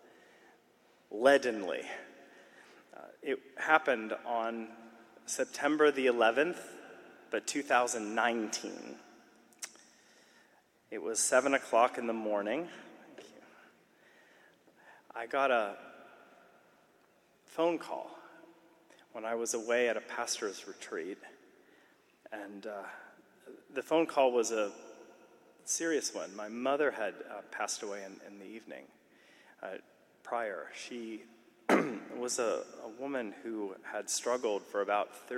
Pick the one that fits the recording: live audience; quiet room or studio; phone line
live audience